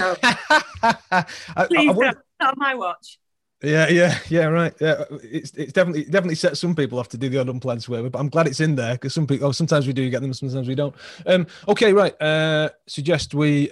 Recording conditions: video call